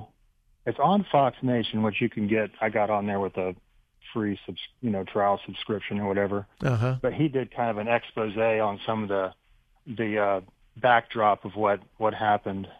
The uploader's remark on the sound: Open Phone Friday